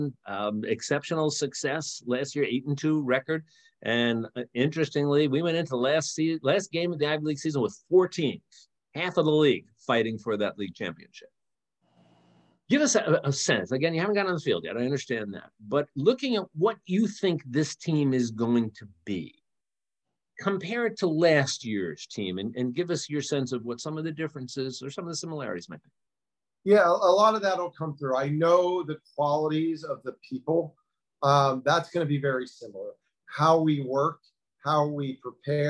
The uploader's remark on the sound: The Bluebloods are live from the virtual Ivy League Media Day.